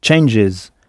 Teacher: On s'est contenté d'ajouter un S à la fin, mais contrairement au français, c'est un S sonore. Dans le cas de changes, on entend un son is à la fin